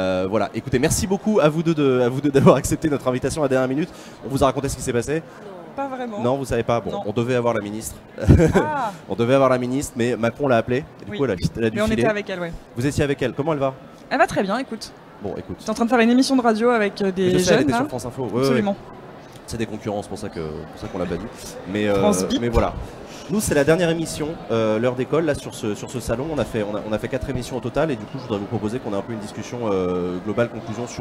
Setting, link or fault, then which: setting, busy venue